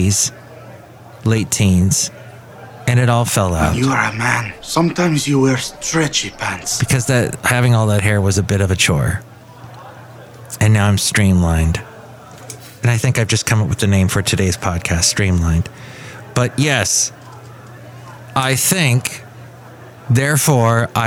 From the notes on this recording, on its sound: podcasts live from Café Anyway